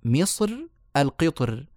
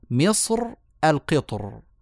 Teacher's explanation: أن نوصل الكسرة لتؤثر في الراء فهو لوحده كده مؤثر بذاته فنقول في مصر والقطر الراء مفخمة وقفا · Shown in: second take · فيجوز لنا هذا الوجه أيضا إذا الخلاصة يجوز الترقيق مصر القطر